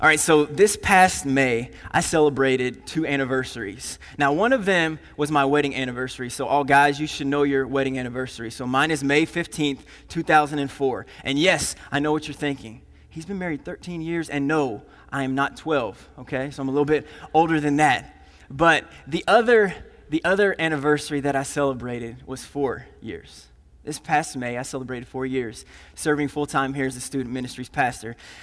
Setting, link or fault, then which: setting, large echoing room